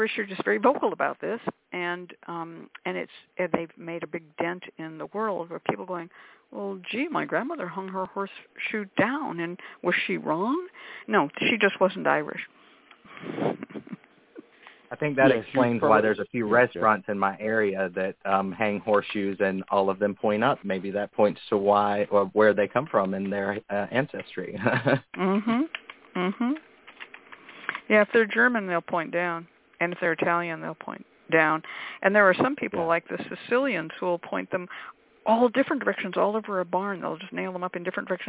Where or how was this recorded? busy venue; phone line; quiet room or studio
phone line